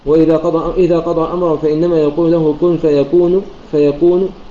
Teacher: أما إذا وقفنا لابن عامر كن فيكون بالسكون المحض ويتفق معه البقية على هذا الوجه، ويزيد البقية بوجه الروم وهو عبارة عن ضمة بسيطة على النون